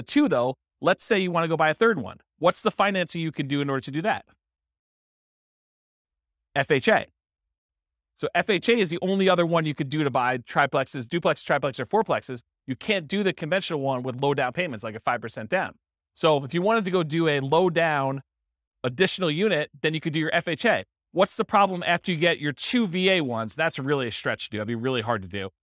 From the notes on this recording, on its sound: This was a live class recorded